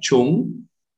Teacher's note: the vowel in the middle of the word, the tone goes up · Term: up tone